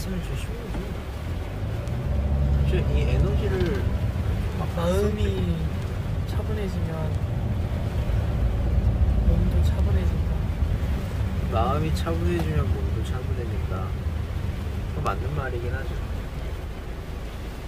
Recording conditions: background noise